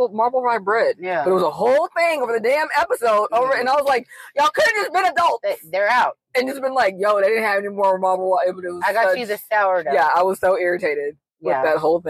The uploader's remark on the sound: joining us in the car this week